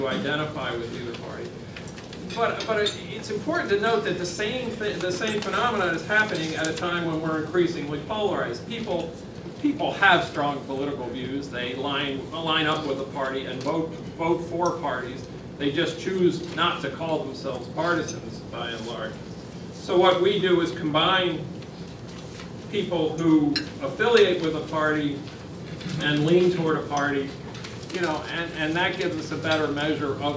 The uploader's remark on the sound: WASHINGTON, DC. Appeared before a breakfast discussion of The Ripon Society.